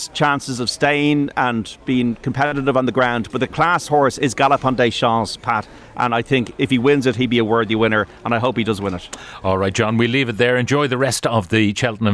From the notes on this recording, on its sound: live from Cheltenham